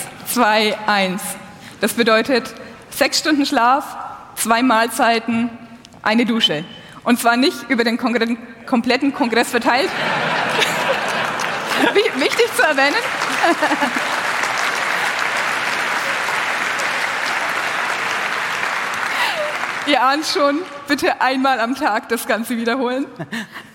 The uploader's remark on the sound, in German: Der 37C3 öffnet seine Pforten und heißt das Publikum herzlich willkommen.